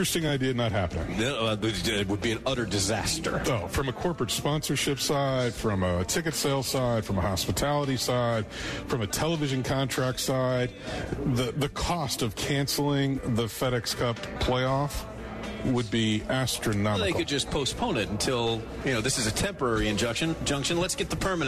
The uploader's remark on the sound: Live from Dogwood Golf Club.